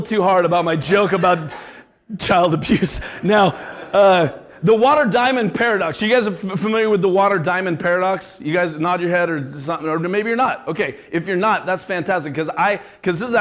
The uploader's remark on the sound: Live event coverage of the VeraSage Symposium. Every two years, the Fellows of VeraSage gather to learn from one another.